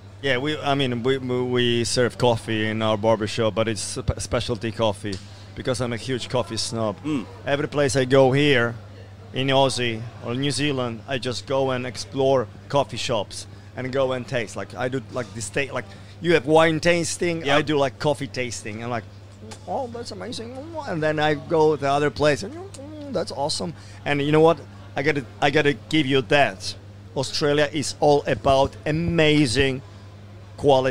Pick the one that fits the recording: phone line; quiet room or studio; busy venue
busy venue